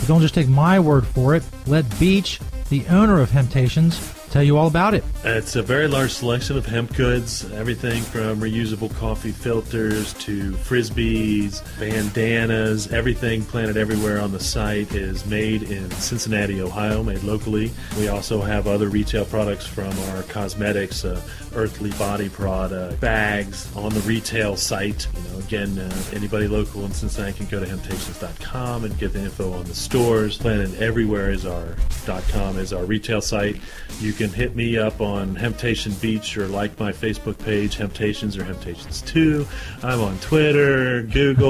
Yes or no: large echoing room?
no